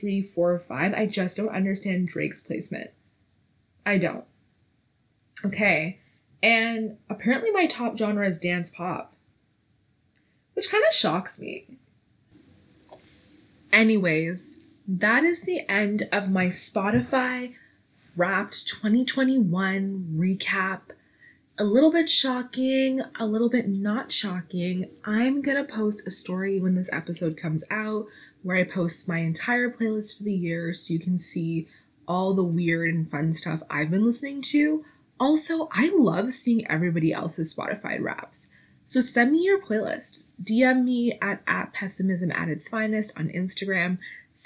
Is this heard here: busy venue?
no